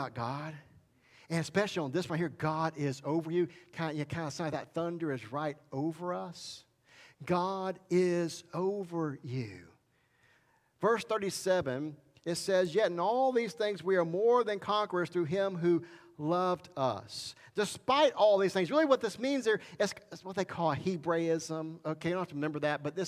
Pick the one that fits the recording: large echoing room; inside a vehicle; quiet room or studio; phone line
large echoing room